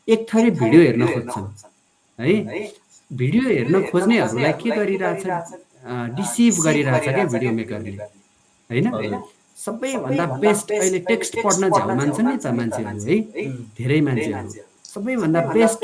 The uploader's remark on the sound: Apologies for the sound quality!